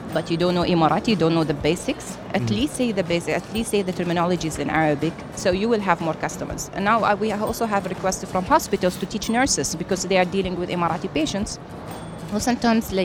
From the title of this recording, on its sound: Live from SIBF 2023